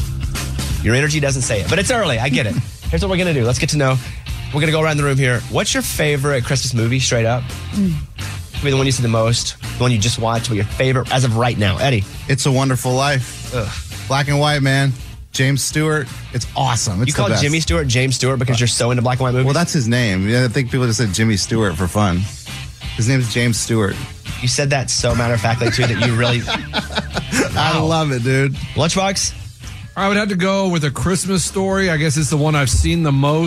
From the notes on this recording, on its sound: called into the show